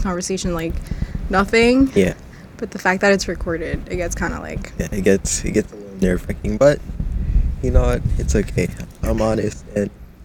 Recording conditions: wind noise